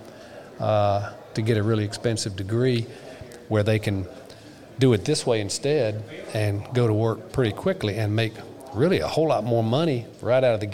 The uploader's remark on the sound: The Legal Bench was on hand to record interviews at the 2021 SC Trucking Association Annual Meeting at the Marriott Grande Dunes in Myrtle Beach.